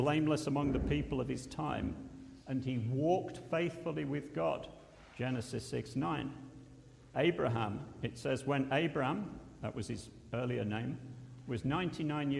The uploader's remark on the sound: at Pembury Baptist Church on 22nd October 2023